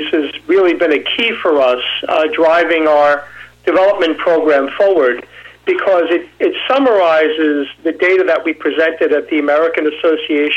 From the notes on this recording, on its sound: called in to SmallCapVoice.